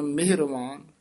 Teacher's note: ਇਹ ਮਿਹਰਬਾਨ ਲਾ ਨੀ ਲਾਉਣੀ, ਸਿਹਾਰੀ ਨਾਲ ਛੇਤੀ ਬੋਲਣਾ